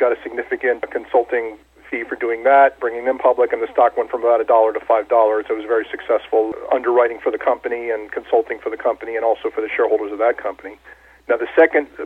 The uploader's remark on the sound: called in to SmallCapVoice.